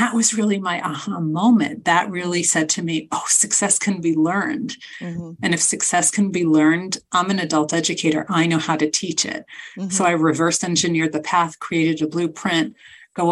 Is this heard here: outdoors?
no